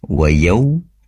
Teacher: waw sukun didahului oleh fathah, tentunya mat lain dibaca lunak lentur. Wa yau, pastikan wawu, yaitu untuk melafalkan huruf wawu dengan memoncongkan kedua bibir ke depan.